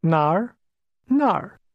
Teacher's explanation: Did you remember the falling, rising tone in the word where?